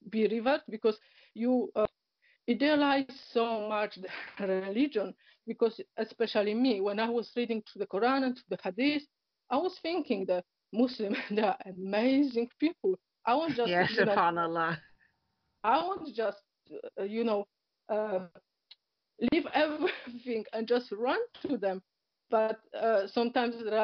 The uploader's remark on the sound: Apologies for the break up in sound they were due to poor internet connection.